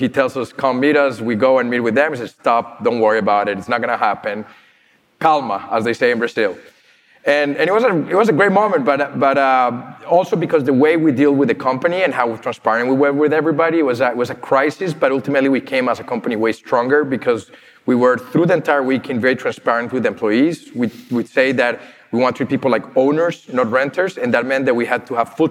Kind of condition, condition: setting, busy venue